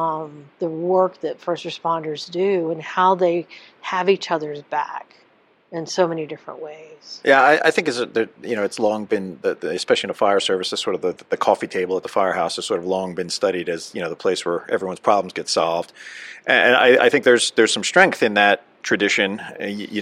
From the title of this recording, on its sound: NEP "On Location"